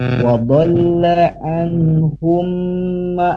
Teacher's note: Lalu tadi ketika di wadalla anhum ma, di sana ada tahanan ya, yaitu mim bertemu dengan mim atau idgham mutamassilin, di sana ditahan tidak ketukan, jadi agak panjang tahanannya ya, tidak langsung pindah kepada huruf mimnya seperti itu